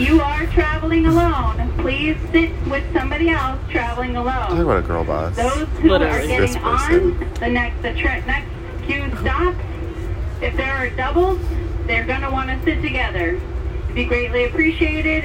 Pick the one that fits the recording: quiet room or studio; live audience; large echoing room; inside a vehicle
inside a vehicle